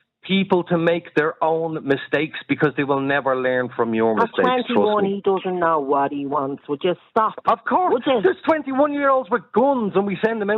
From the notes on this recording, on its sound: Open up the phone lines. The callers' responses are varied and passionate, reflecting the complexity of the topic.